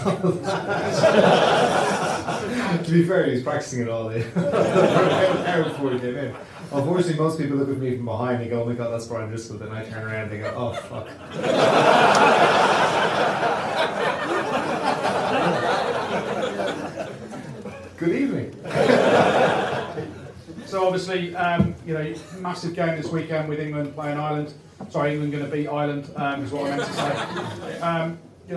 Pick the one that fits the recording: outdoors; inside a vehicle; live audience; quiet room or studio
live audience